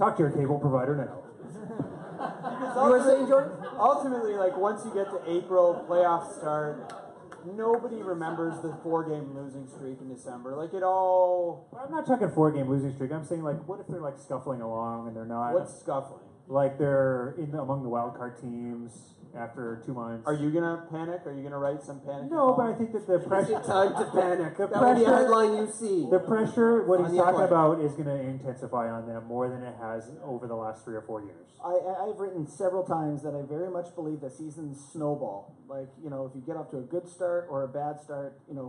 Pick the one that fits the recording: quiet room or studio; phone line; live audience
live audience